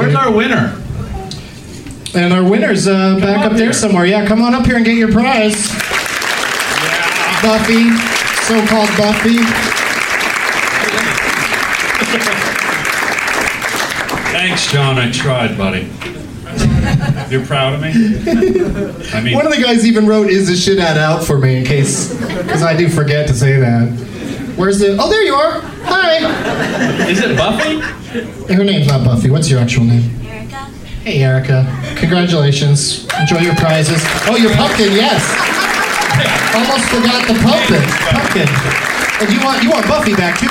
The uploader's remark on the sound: Live from The Comedy Mix in Vancouver, BC, Canada